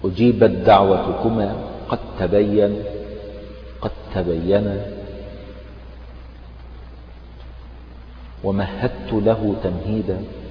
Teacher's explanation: هنا نلاحظ أن الدال تضغم في التاء إدغاما كاملا، يعني كله بس ما عدا الطاء في التاء ده الوحيد اللي هو ناقص، والمواضع الستة الأخرى كلها كاملة، فهنا الدال تضغم في التاء فكأنك حذفت الدال، يعني الدال لا يبقى لها أي أثر وننطق التاء مشددة